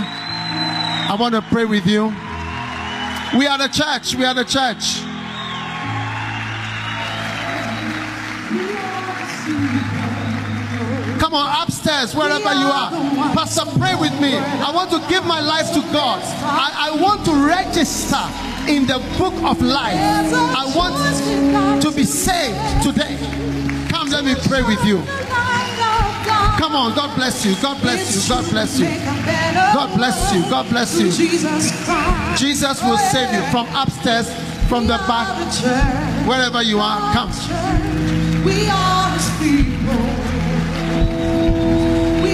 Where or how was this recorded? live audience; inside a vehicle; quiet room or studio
live audience